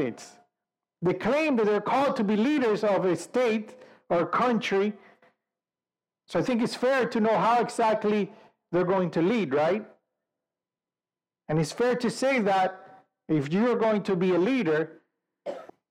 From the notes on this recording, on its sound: Sorry for the low quality Audio